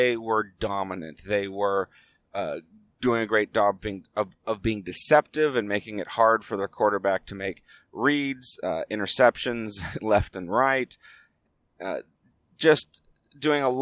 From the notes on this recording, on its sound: It was recorded on the drive home as always